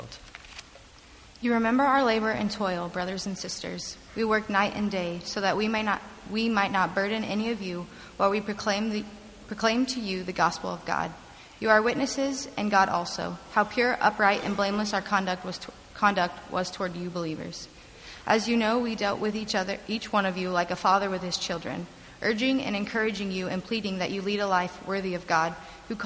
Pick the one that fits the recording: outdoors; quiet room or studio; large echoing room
large echoing room